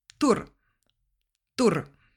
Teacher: Also die Zunge beim T weiter vorne positioniert, den Umlaut als U und auch noch etwas zu kurz ausgesprochen und das eigentlich vokalische R als konsonantisches Zungenspitzen-R gesprochen.